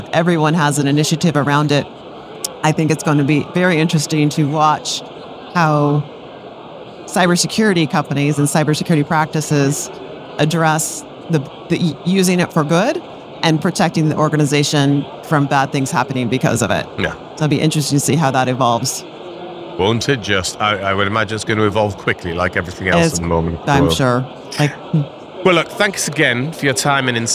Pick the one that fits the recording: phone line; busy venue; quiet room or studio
busy venue